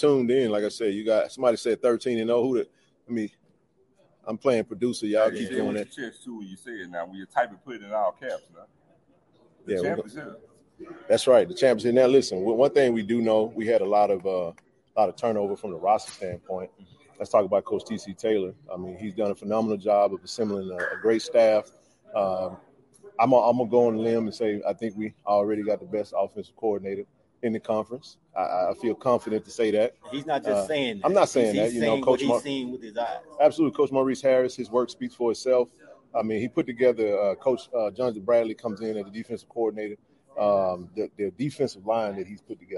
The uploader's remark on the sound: Live from SWAC Media Day